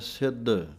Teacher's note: ਕੱਸ ਕੇ ਬੋਲਣਾ ਹੈ ਭਾਰਾ ਕਰਕੇ, ਧੱਦੇ ਦੀ ਆਵਾਜ਼ ਆਉਣੀ ਚਾਹੀਦੀ ਹੈ, ਦੱਦਾ ਬੋਲ ਕੇ ਸਿੱਧ ਪੋਲਾ ਜਿਹਾ ਨਹੀਂ ਪੜ੍ਹਨਾ।